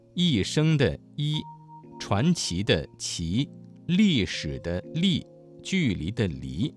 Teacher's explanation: 韵母一同埋一开头嘅韵母都系前元音，发音嘅时候咧要注意舌面嘅位置，唔好过于靠后，否则就会影响音质同埋清晰度啦。韵母一同埋一开头嘅